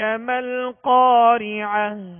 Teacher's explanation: قاف کو پر پڑھیں گے اور ایک الف کی مقدار میں کھینچیں گے کہ قاف کے بعد الف مدہ ہے اور الف مدہ کو ایک الف کی مقدار میں کھینچیں گے.